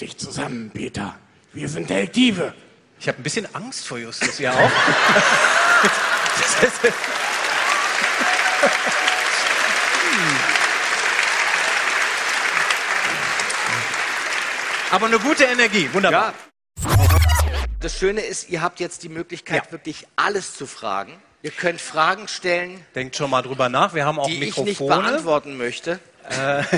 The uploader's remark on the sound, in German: Exklusive Mitschnitte von der Bobcast-Tour